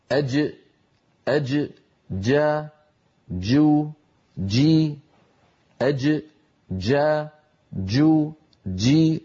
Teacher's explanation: أما الجيم الفصيحة الصحيحة التي كانت العرب تنطقها زمن النبوة من وسط اللسان، شديدة يعني محبوسة الصوت، مجهورة يعني محبوسة النفس